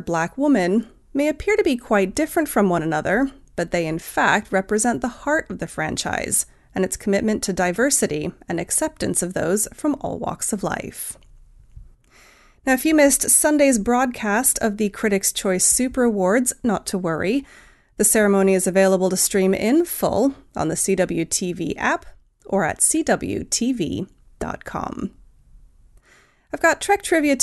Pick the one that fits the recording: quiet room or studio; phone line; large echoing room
quiet room or studio